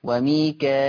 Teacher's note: أثبت همز بهمزة مكسورة بعد الألف المادية فتصير مد متصل فيه الإشباع. ما احنا عارفين المد المتصل لورش فيه الإشباع يبقى بهمزة مكسورة بعد الألف المادية فتصير مد متصل فيه الإشباع، يعني 6 حركات.